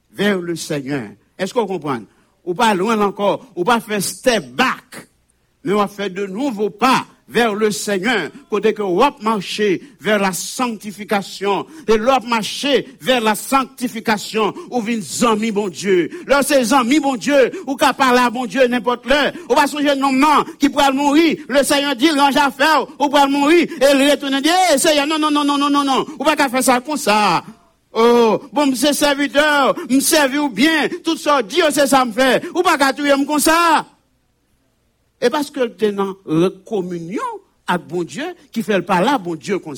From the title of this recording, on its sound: Sunday Service Live